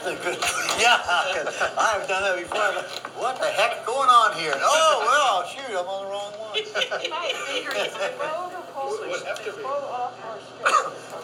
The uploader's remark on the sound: Gave this workshop as part of the Big Muddy Folk Festival in Boonville, Missouri, on May 15, 2022.